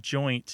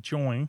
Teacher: the dropping of the T from joint to get join · Shown in: second take